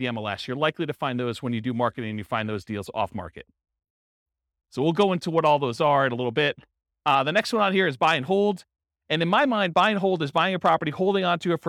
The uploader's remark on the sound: This was a live class recorded